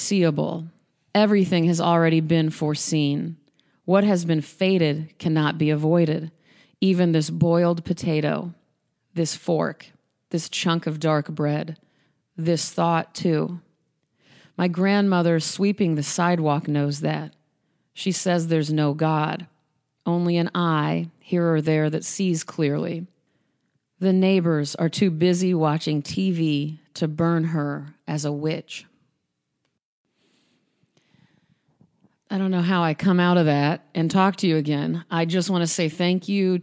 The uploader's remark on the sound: I recorded this one in a cold garage in an unnamed location. The garage is large.